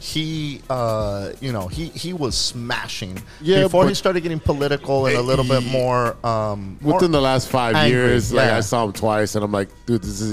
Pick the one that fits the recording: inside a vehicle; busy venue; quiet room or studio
busy venue